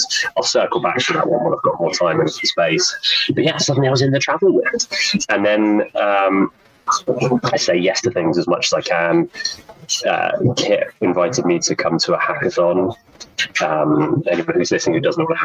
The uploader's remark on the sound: Please bear with me on the audio quality of this episode